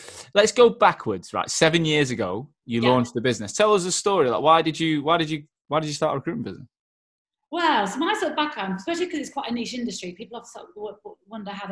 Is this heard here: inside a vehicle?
no